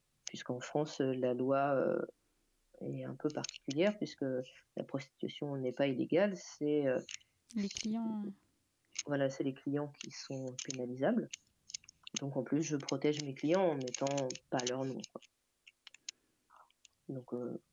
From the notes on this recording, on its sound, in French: Je m’excuse par avance du bruit de fond que je n’ai malheureusement pas réussi à enlever.